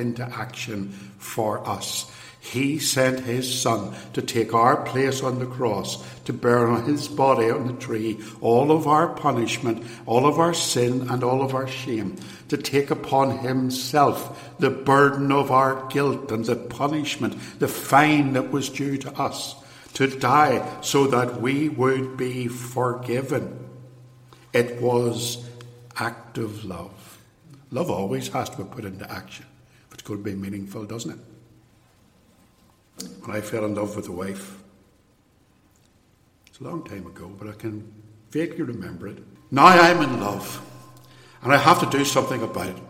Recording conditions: large echoing room